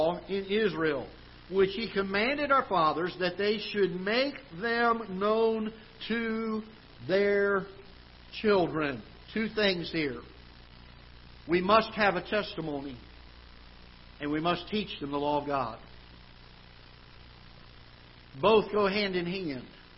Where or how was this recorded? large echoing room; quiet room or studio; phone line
large echoing room